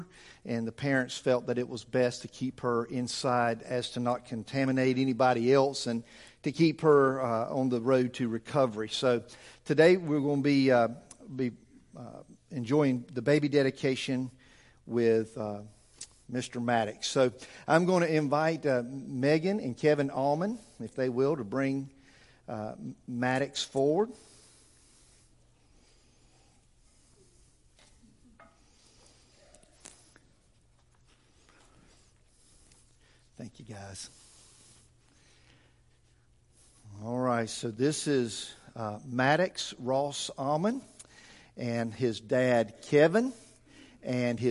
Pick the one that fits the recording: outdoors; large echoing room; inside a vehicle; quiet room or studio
large echoing room